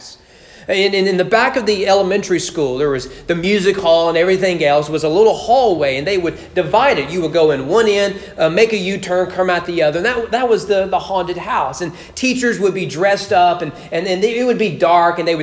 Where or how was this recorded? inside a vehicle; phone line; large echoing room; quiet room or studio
large echoing room